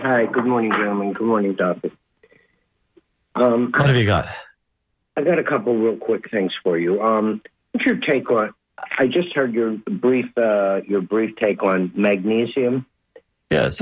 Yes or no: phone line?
yes